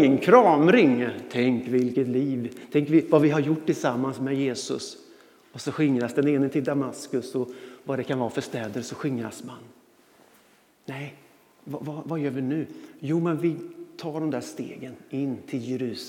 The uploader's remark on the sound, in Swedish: Inspelning från Immanuelskyrkan Skövde.